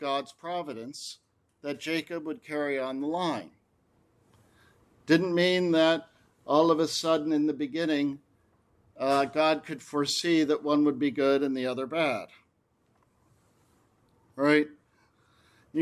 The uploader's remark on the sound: This lecture was given on June 2, 2023, at the 12th Annual Aquinas Philosophy Workshop at Mount Saint Mary College in Newburgh, NY